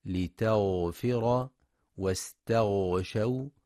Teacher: وينتبه لرخاوة الغين وتفخيمها في كلمة لتغفر واستغشوا